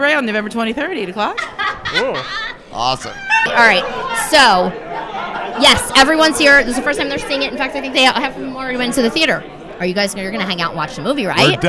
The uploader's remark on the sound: LIVE in Philly. LIVE at the Philadelphia Theatrical Premiere of "1/2 New Year".